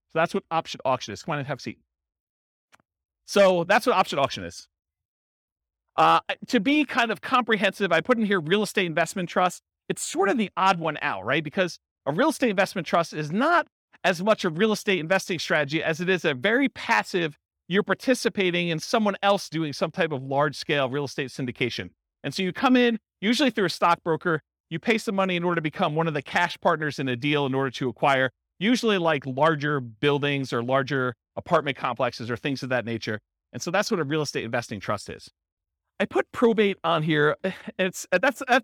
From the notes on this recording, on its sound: This was a live class recorded